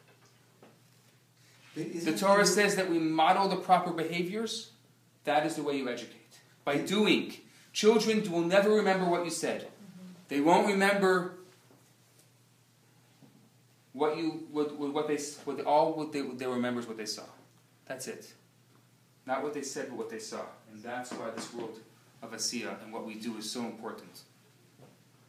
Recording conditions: live audience